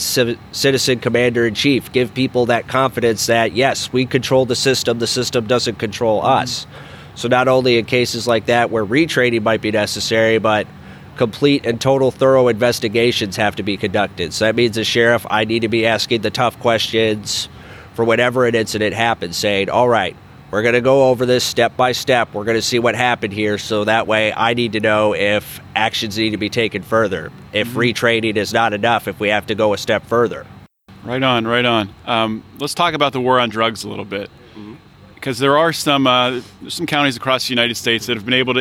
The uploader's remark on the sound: Live from the LNC